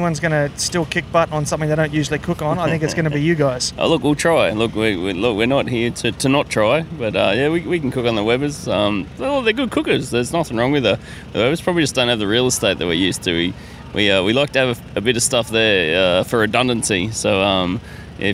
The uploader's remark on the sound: This episode was recorded live at the BBQ & Beats Competition at the NightQuarter on the Gold Coast of Queensland, Australia. It documents a BBQ competition that was the first of its kind in Australia – a day competition.